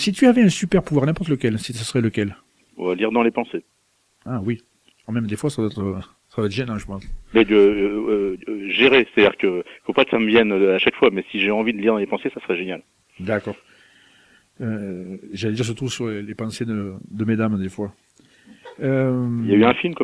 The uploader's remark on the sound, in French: Reçoit par téléphone.